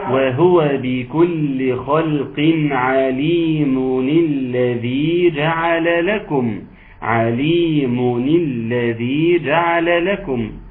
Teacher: تم تحريك التنوين بالكسر · Term: كسر التنوين